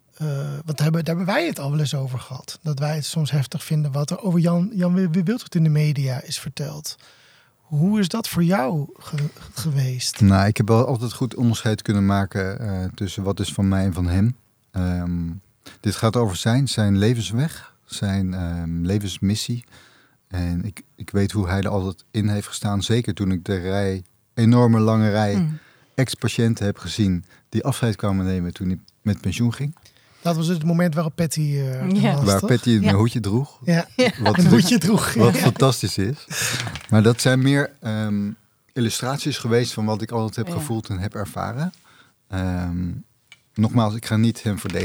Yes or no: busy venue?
no